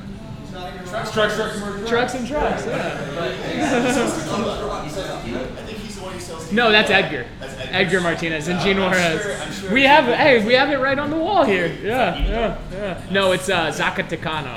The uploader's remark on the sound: LIVE from Intermezzo Carmine.